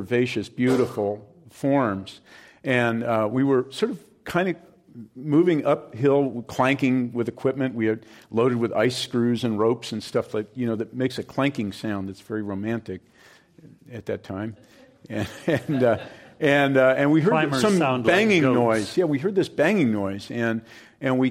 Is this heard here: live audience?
yes